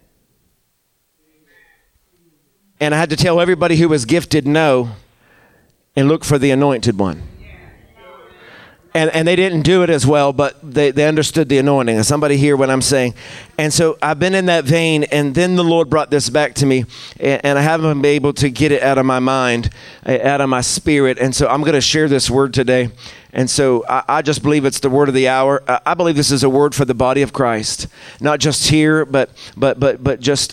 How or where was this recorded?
large echoing room